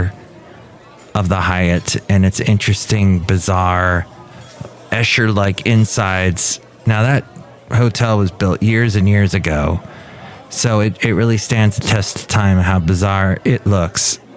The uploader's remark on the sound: podcasts live from Café Anyway